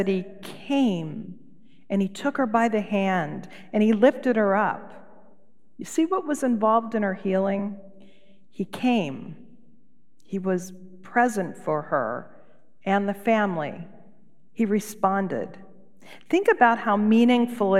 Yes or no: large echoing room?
yes